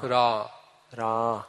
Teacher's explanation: Это такое открытое долгое А.